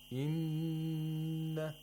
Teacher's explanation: we hold the noon, the sound of the noon for two vowel counts, and it's a nasal sound · Term: غُنَّة